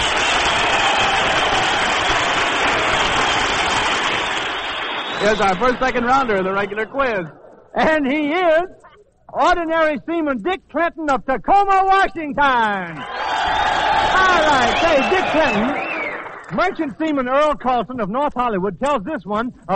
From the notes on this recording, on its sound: At the Maritime Service on Catalina Island, CA. Always fun to listen to with a terrific orchestra, vocalists, some comedy, and "game show" with members of the armed forces audience.